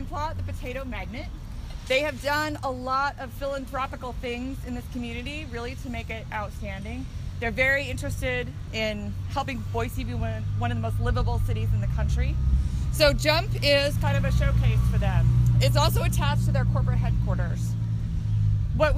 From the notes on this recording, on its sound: Take you on a walking tour of downtown Boise.